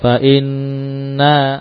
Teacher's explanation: Jadi ditahan di nun lebih lama.